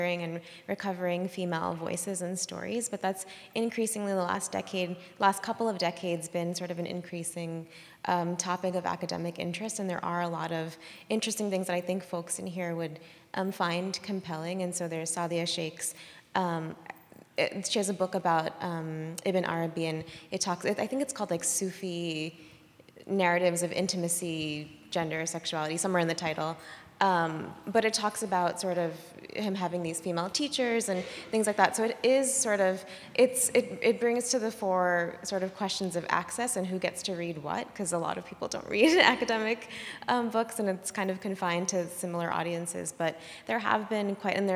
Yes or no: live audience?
yes